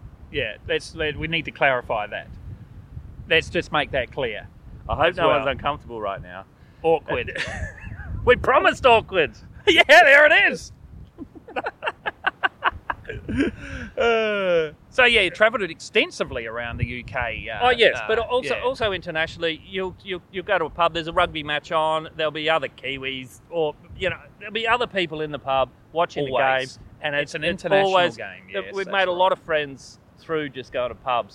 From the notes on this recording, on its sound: This week Good Bad Weird filmed outside by the ocean at Bulli beach.